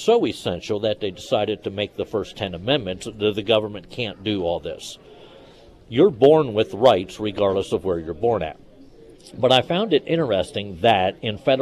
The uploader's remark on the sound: live at Scramblers Diner.